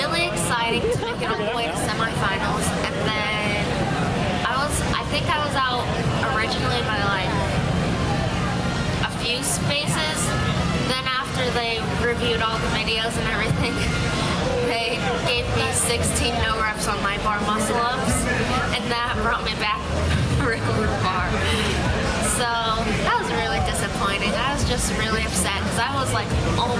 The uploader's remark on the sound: Clydesdale Media Live at Wodapalooza!